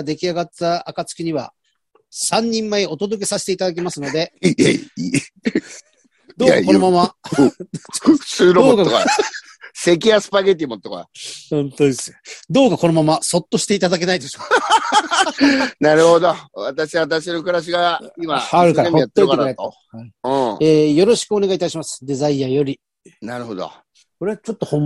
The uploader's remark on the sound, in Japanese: ZOOMで収録。